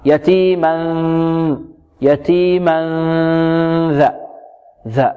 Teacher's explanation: نخفي التنوين ونتهيأ لمخرج الذال · Term: الإخفاء